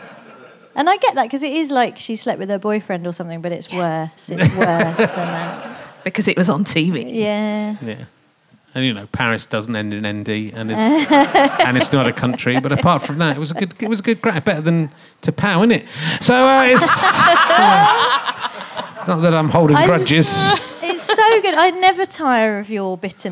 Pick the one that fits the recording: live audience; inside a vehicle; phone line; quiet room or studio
live audience